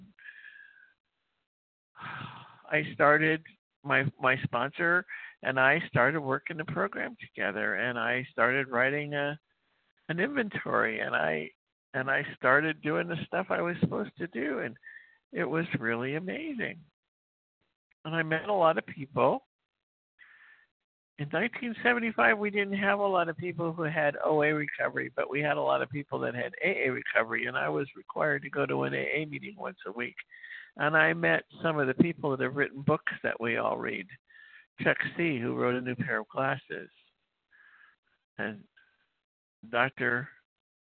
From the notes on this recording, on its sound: 100 Pounders Phone Meeting.